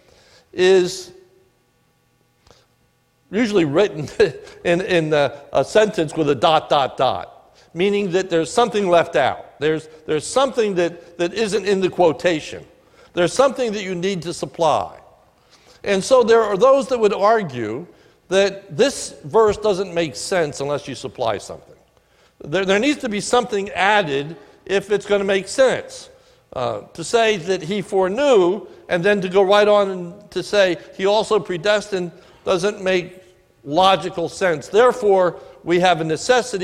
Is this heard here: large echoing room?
yes